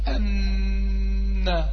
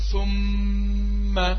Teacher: المشدد رقم واحد في الوضوح، ليه؟ لأن أنت عندك الغنة فيه بتكون طويلة